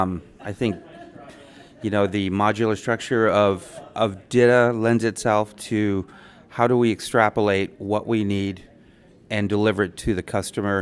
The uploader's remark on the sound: talk with attendees at the CMS/DITA North America conference